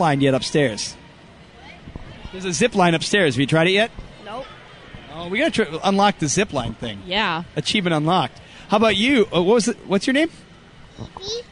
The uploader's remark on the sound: Live from First Ascent Chicago